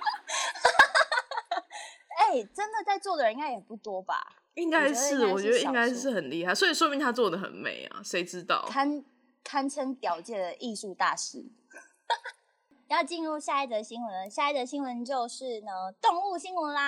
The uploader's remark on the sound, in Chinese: 直播節目會有一些現場音或不可抗力干擾。